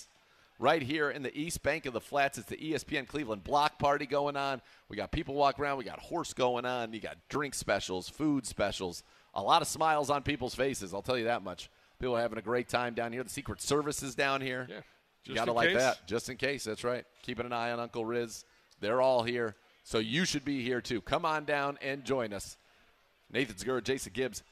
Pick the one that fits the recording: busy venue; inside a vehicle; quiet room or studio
busy venue